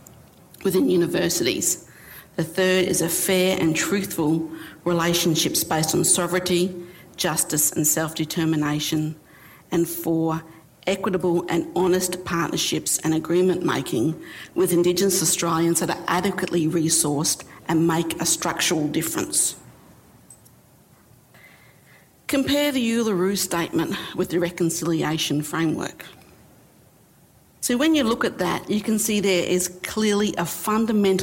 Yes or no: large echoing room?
yes